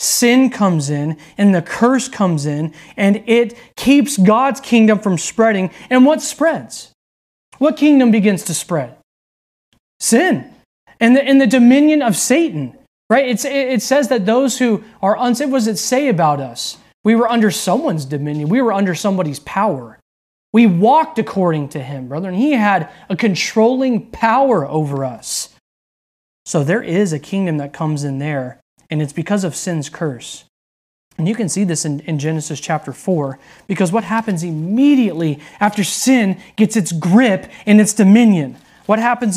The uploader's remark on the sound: delivered on October 3rd, 2020 at Redeemer Community Church